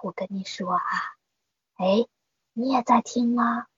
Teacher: 我们在说悄悄话的过程中，那个就是虚声多啊，我跟你说啊，哎，你也在听吗？这个时候是虚声比较多的，气息出来是比较和缓的，气压没有那么足，就像一个棉花